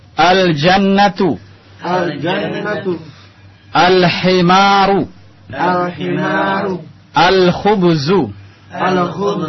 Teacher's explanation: Antum lihat di sini alif lamnya jelas terlihat. Lamnya tidak masuk ke dalam huruf setelahnya, tapi dibaca jelas. · Term: al-huruf al-qamariyah